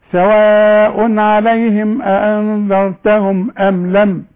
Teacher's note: وبعدين الميم بتاعت ام اللي عليها السكون لا تغن